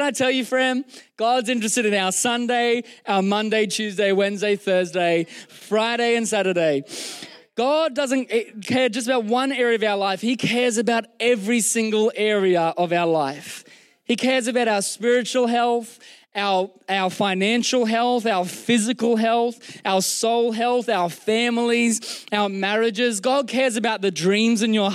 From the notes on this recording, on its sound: Recorded during our Melbourne East service on Sunday, the 28th of January 2024